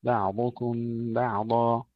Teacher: بعضكم ترقيق الباء والعين وتسكين العين بدون قلقلة، ثم تفخيم الضاد